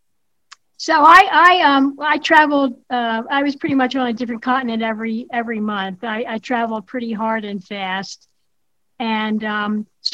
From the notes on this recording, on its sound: over Zoom for a podcast conversation